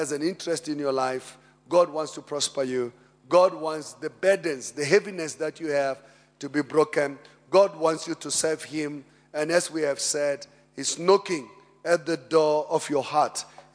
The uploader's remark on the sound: Preached at Emmanuel Christian Church, Arcadia Campus.